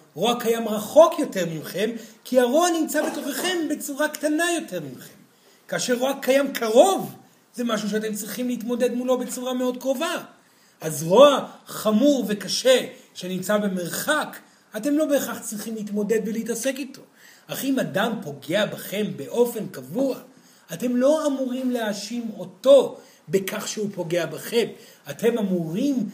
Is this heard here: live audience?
yes